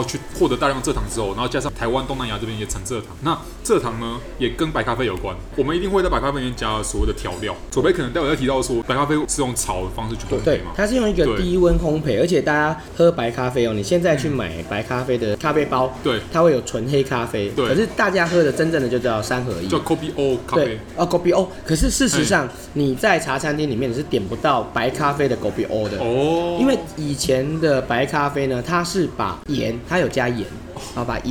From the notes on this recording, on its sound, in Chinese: 本集白噪音指數：柔風級 3/5。錄音地點： MB White Coffee 士林店。